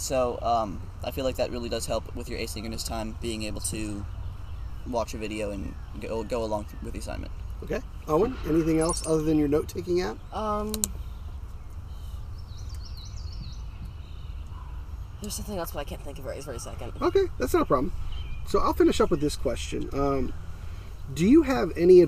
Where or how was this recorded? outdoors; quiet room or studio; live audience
outdoors